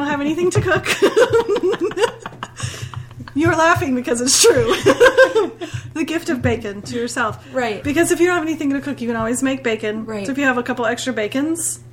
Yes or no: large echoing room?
no